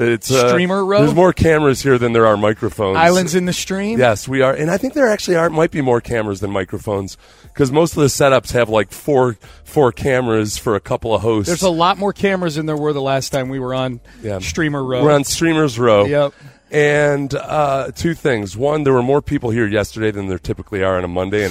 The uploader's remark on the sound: live in Las Vegas for Radio Row day 2